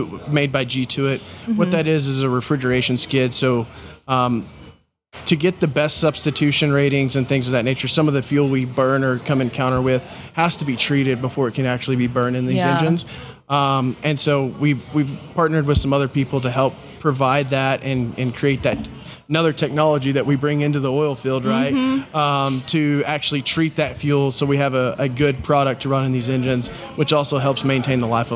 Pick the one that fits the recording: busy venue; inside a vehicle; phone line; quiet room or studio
busy venue